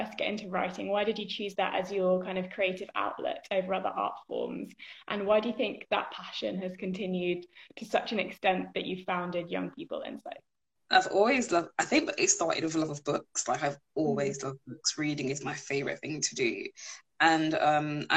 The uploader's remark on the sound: live Instagram interview